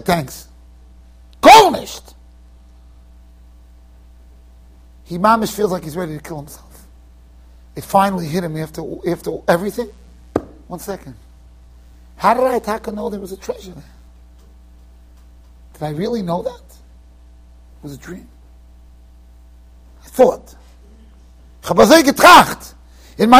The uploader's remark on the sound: Shiur recorded in Yeshivas Ohr Reuven, Monsey NY.